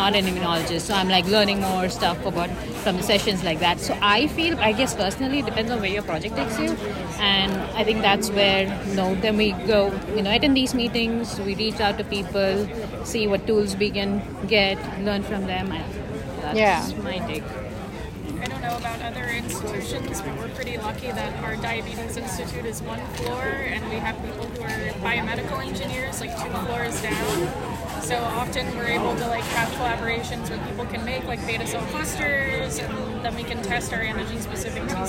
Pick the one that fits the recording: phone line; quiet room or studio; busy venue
busy venue